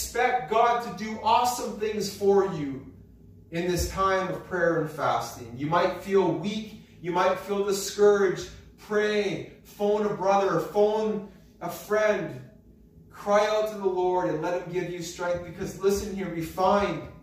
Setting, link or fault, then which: setting, large echoing room